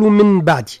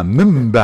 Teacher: من بعد، هنا النون في من تخضع القاعدة اسمها الإقلاب، وهي النون في المصحف مكتوب فوق منها ميم صغيرة تولي ميم، لأنه جاء بعد حرف الباء مع الغنة · Shown in: second take